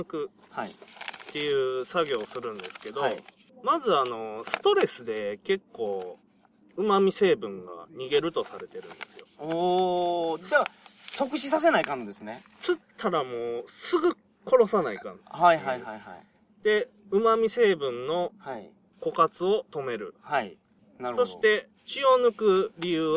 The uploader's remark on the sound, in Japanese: 高知県土佐市宇佐の中堤防で釣りをしながらの収録です。